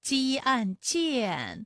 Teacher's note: 它的前鼻韵母是一安